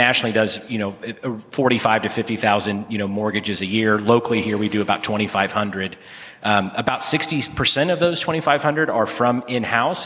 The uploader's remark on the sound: These leaders were featured on a panel at HousingWire Annual in Frisco, Texas.